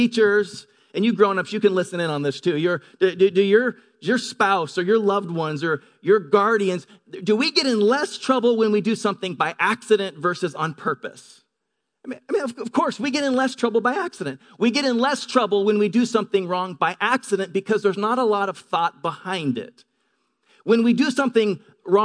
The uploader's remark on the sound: Delivered on 1 April 2018 at Grace Church of La Verne . Delivered on 1 April 2018 at Grace Church of La Verne .